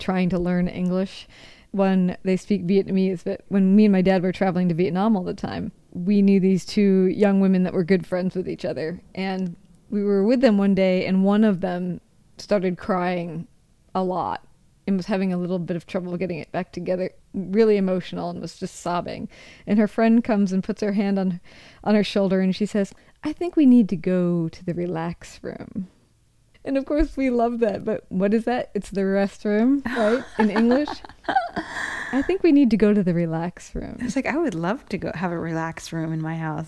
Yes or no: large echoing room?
no